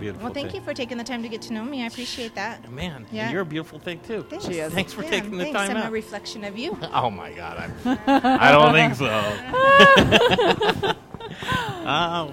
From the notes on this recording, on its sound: Live from Nurture, A Wellcare Marketplace!